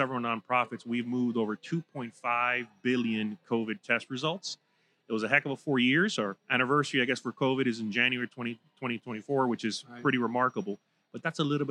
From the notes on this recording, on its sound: Recorded live at the 2023 Future of Florida Forum. Recorded live at the Florida Chamber's "Future of Florida Forum," from Hyatt Regency Grand Cypress Resort in Orlando near Florida’s Disney World.